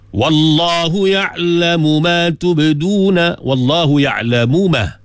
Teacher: Mim bertemu mim. Tapi kita tak baca dengan idgham, walaupun disebut idgham kabir di sini, tapi baca dengan izhar.